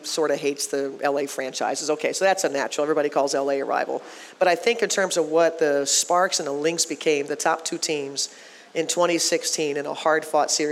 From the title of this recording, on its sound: Live from Pizza Luce